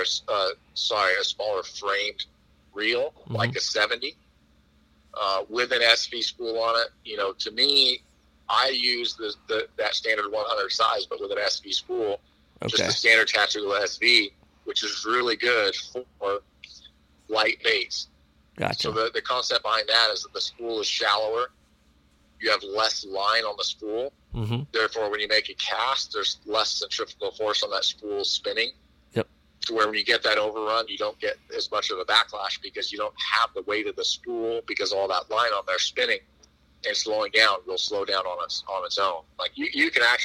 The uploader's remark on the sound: Comes on via phone call.